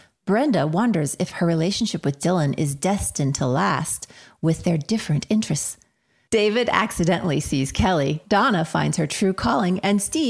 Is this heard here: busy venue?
no